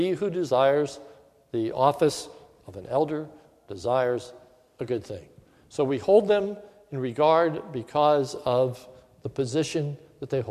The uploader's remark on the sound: sermon recorded at the Lebanon Bible Fellowship Church on 9/20/2015 during the morning service